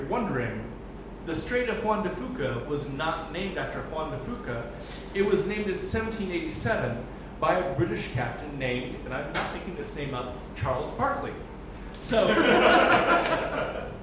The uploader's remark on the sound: Live at Floyd’s